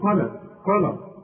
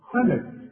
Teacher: أنا عايزة اللام دي ترققها جدا لأنها جنب خ مفخمة · Shown in: second take